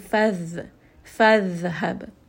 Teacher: ba has qalqala. It is part of qutub jad and it has a sukun, so we are going to bounce that just a little bit